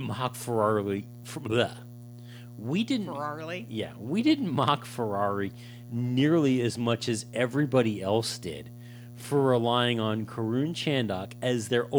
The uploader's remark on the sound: The bad news is that we still have the background hum in the recording. We’re pretty sure we now know what is causing it and we’re spending the coming week refreshing our podcasting setup in order to take care of the issue.